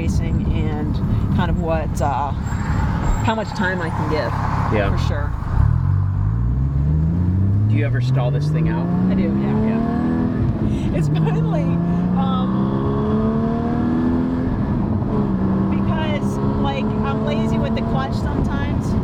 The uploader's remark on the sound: She took me on a ride in her 2016 Porsche Carrera for a 30 minute interview during the 2019 Trek CX Cup - the audio isn't always studio perfect, but it sure is fun